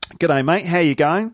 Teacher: like kind of going up at the end of a sentence · Term: rising intonation